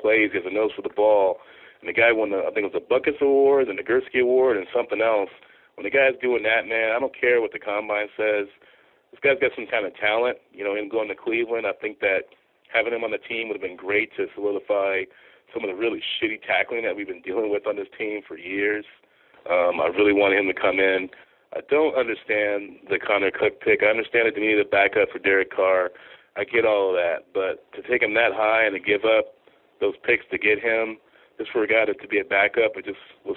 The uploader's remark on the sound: Raider Nation “Boneline” Call-in Segment